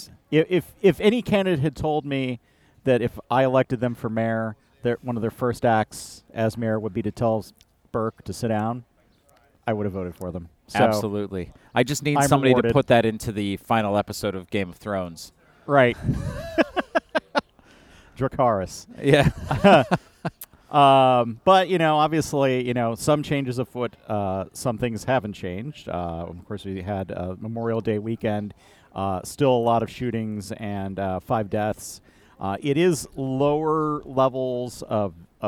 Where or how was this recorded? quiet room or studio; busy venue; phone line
busy venue